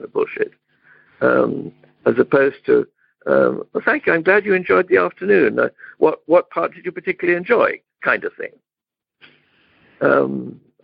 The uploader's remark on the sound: In Romania - Monday Noon Phone Speaker Series.